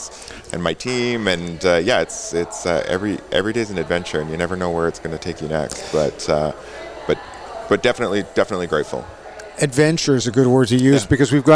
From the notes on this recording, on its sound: This podcast episode was recorded live at GO WEST® 23 and produced by Road 55.